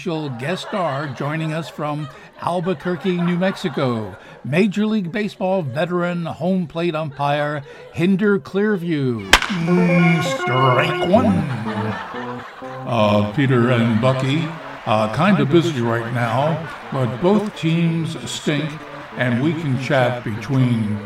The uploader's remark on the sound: Live from the Stranded Theater in New York City.